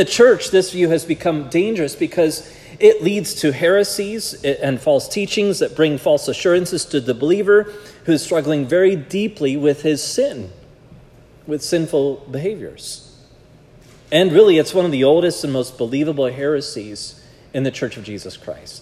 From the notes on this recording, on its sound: This sermon was preached at Providence Church on Sunday, February 11, 2024